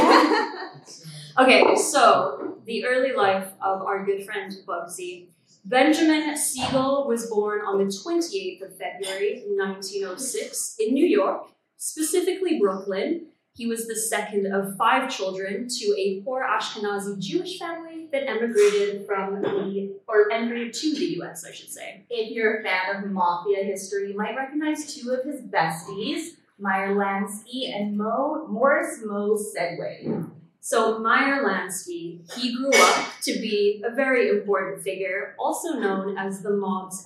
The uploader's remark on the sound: The Grim Curriculum Live Show at Felice Cafe. Our very first live show. Apologies for the audio quality.